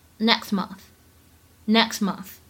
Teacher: 前半句话的末尾 next month 当中呢，可以有一个不完全失去爆破